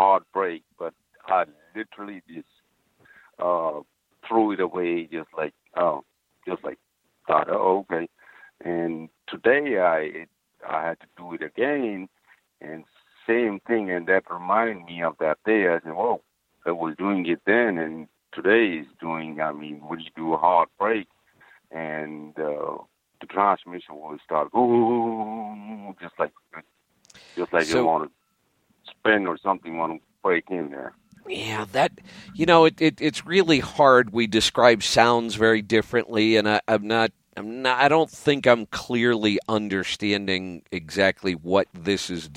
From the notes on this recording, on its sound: Call in Question and Answer Show